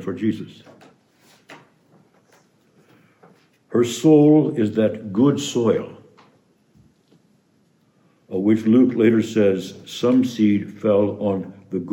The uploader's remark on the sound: preached this homily on the eve of the Feast of the Annunciation, March 24, 2022